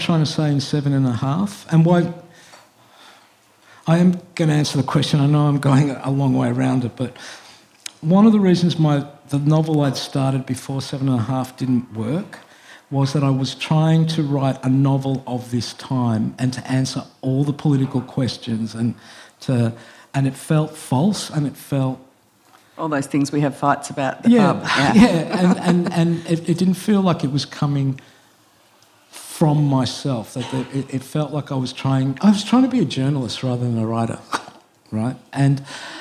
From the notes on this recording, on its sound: This event was recorded on 31 March 2022. Presented in partnership with Montalto.